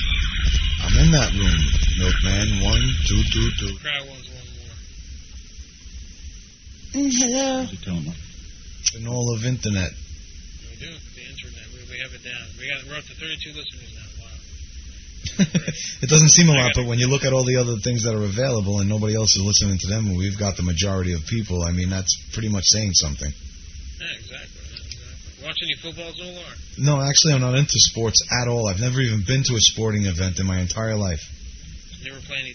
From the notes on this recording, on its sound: Prank Phone Calls. Original Telemarketers Conference.